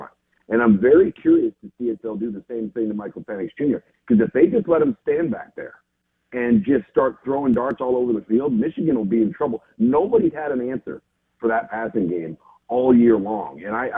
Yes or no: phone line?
yes